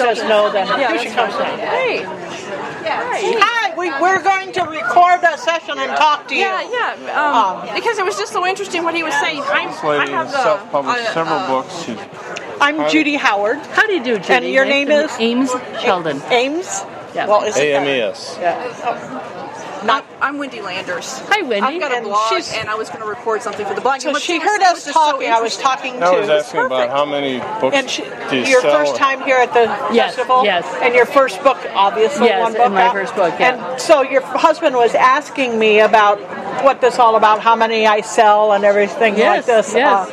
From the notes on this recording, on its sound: Chatting with some Indie Authors at the 2017 Tucson Festival of Books.